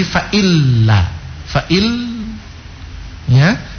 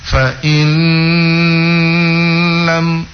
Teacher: Nun sukun itu mestinya … dapat baca dia langsung ke lam, langsung melebur ke huruf lam tanpa didengungkan · Shown in: first take · Jadi fa illa, fa il ya, jangan tahan. · Term: idgham tapi bila gunnah